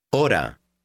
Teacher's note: Notice that the H is completely silent. You read the word just as if the H weren't there.